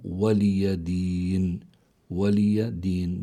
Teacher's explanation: دين بالأخير في عندنا ياء ساكنة ما قبلها مكسور فهي ياء مادية، أتى بعدها سكون عارض فإذا هذا بيسموه مد عارض للسكون كما بينا.